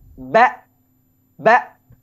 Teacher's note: ketika sukun hamzah itu benar-benar tidak ada suara yang mengalir lagi juga tidak ada nafas yang mengalir